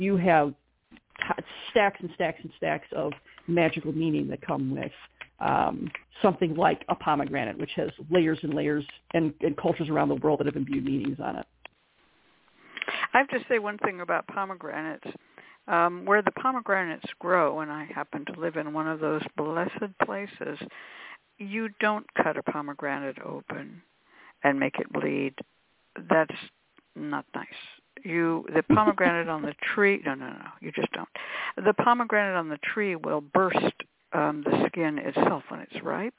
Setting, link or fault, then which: link, phone line